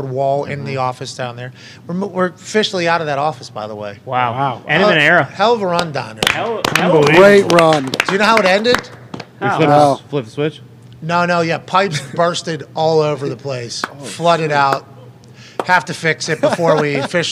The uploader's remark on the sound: LIVE From The ThunderDome.